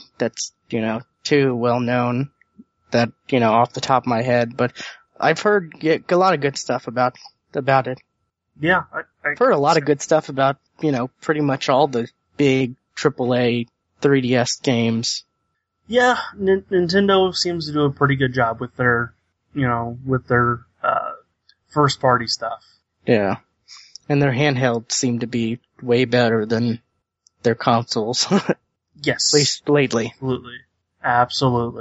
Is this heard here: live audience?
no